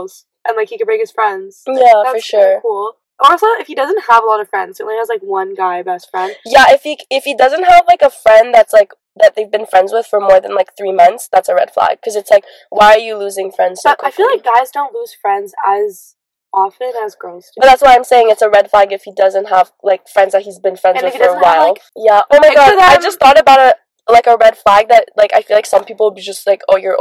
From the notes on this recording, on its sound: Bear with us, the audio will get better with time.